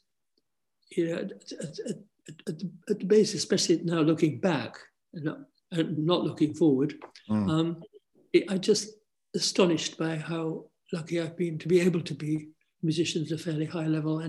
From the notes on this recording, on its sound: This interview was recorded on 17th January 2022 via Zoom.